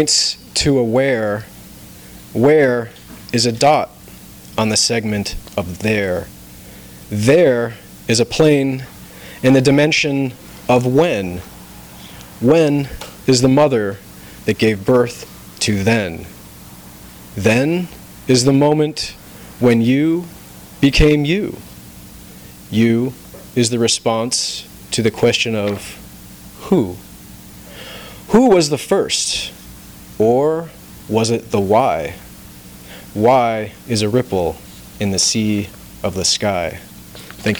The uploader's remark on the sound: FREE READING FOR NATIONAL POETRY MONTH. THIS EVENT WAS RECORDED LIVE AT SKYLIGHT BOOKS.